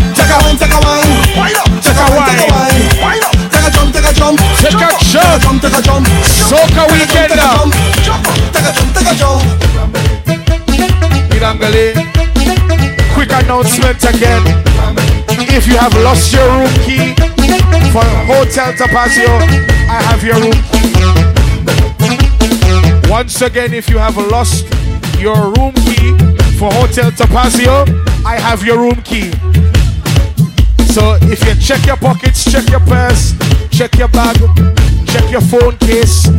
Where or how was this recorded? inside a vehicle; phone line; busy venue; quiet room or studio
busy venue